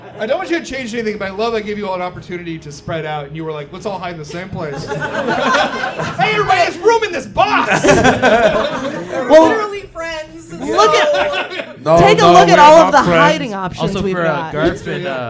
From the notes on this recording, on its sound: from our new live show, Thirst For Adventure!